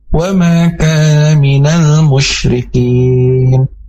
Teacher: alif lam qomariyah, dan alif lamnya harus terdengar jelas dan dilangsungkan.